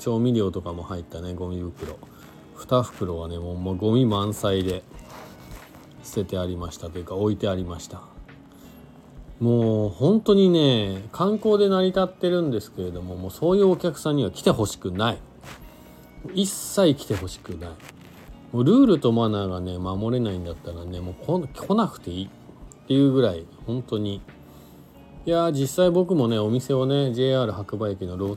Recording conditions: inside a vehicle